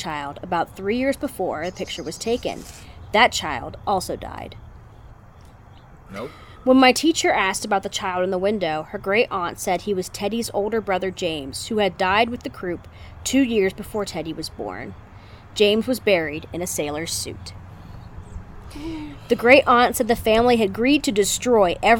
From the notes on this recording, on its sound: here is a special bonus episode, recorded around a campfire.